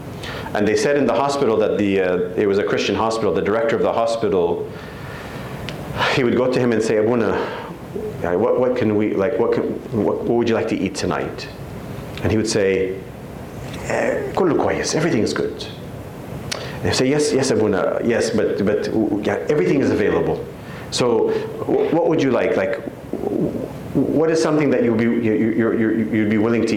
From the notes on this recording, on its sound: The 4th and final lecture of the 2023 Graduate Youth Retreat.